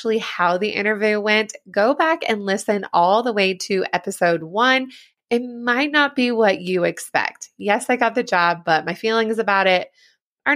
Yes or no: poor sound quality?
no